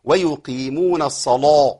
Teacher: القاف المكسورة ناخد بالنا لا نجيبها كاف ولا نبالغ في تفخيمها